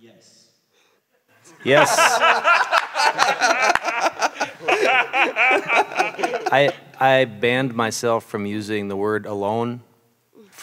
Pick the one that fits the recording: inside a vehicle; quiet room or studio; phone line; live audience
live audience